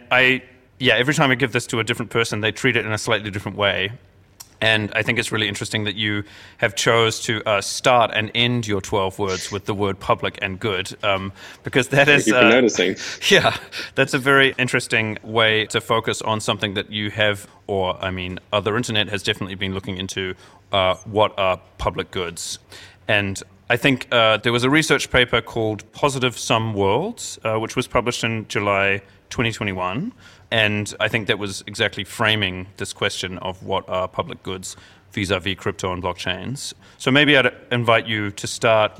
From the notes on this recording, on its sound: This conversation was recorded in Hamburg with a live audience.